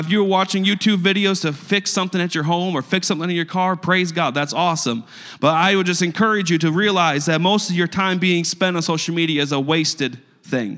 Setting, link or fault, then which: setting, large echoing room